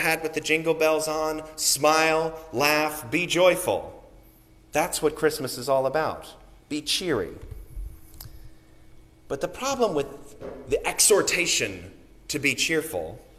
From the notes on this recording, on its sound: Sermon recorded on the Third Sunday of Advent